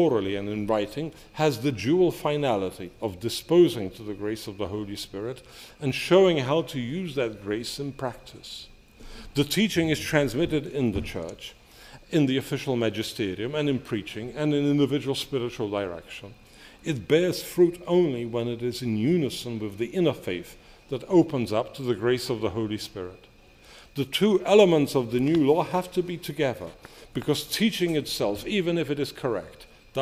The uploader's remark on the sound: delivered this lecture on February 8, 2018 at the University of Chicago.